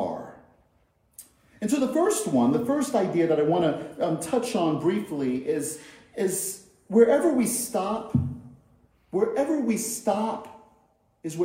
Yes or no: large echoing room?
yes